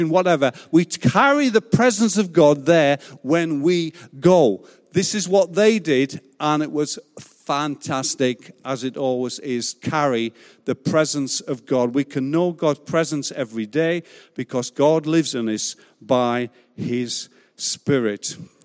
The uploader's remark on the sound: Recorded live at Life Church Lancashire 28th March 2021.